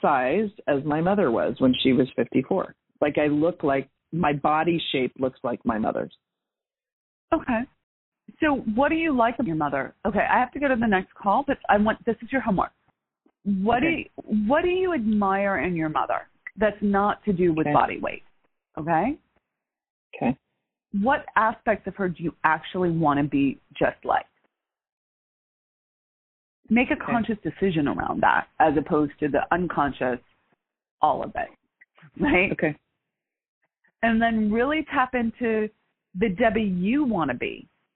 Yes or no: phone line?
yes